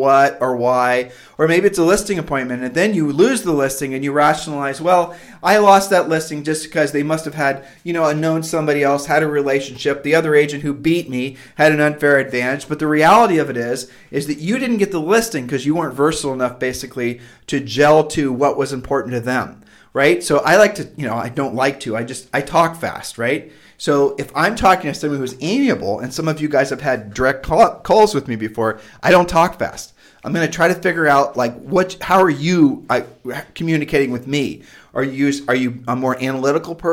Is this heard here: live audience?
no